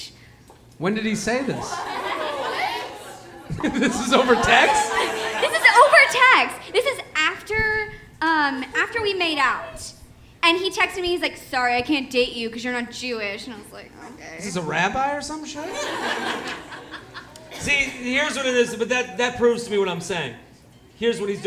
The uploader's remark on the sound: LIVE From Zanies in Nashville